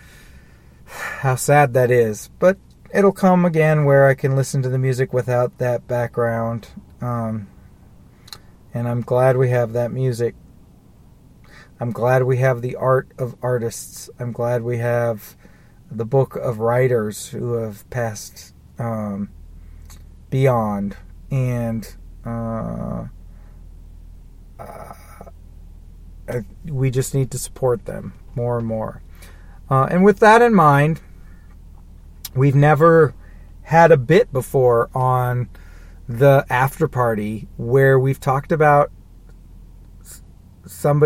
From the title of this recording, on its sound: Somber Ramblings in a Car